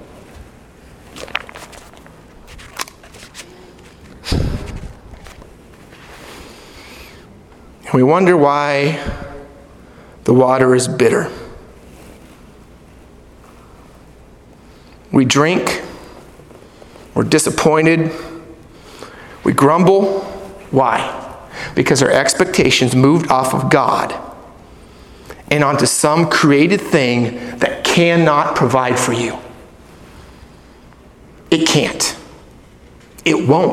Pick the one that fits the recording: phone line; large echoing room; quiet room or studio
large echoing room